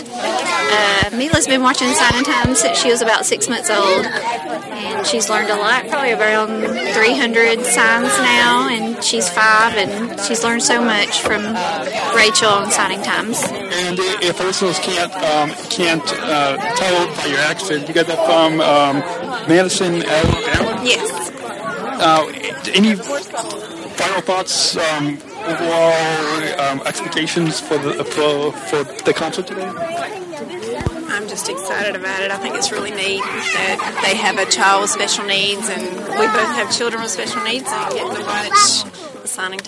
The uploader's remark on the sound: Live In Concert From Tennessee. Is podcasting live from Tennessee at the Signing Time Concert.